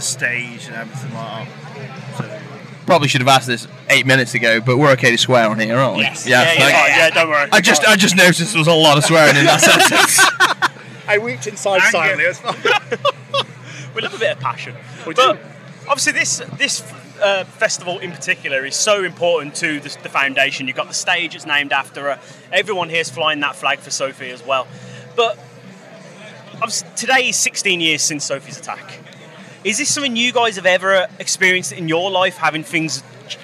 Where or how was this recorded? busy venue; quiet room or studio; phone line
busy venue